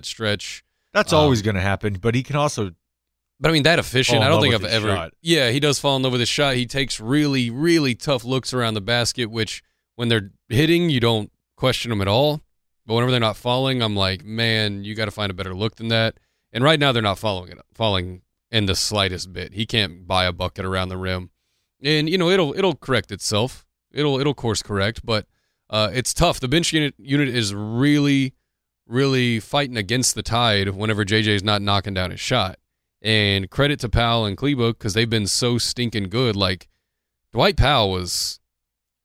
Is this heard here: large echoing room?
no